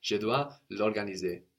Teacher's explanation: Because of course the le and organiser blend together.